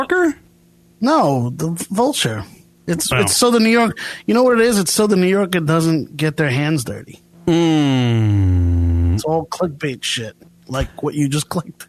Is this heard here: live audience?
no